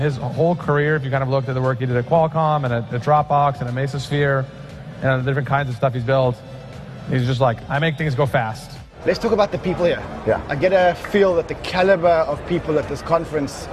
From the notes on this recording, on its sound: at the recent Solana Breakpoint conference